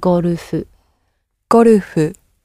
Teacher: it is very close to the English, but we're adding a couple of oo sounds in there